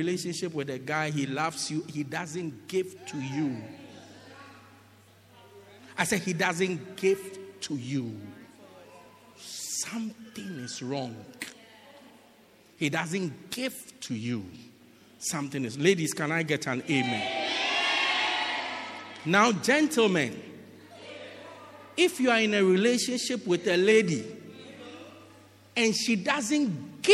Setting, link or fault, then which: setting, large echoing room